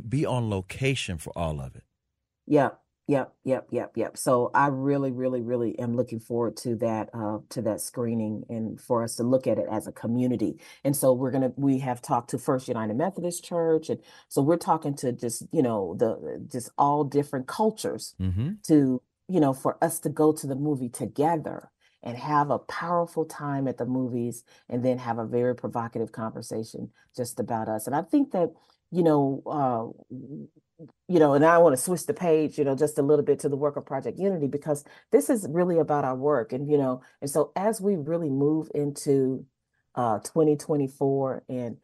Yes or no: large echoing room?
no